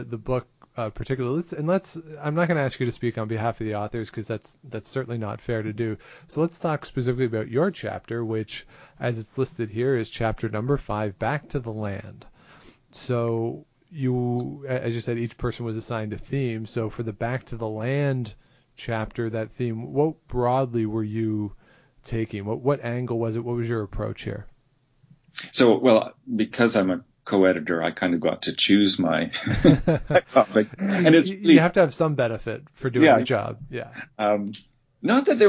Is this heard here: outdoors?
no